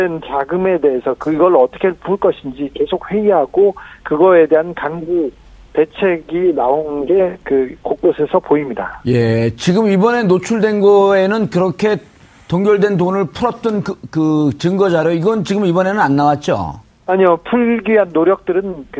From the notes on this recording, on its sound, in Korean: 전화연결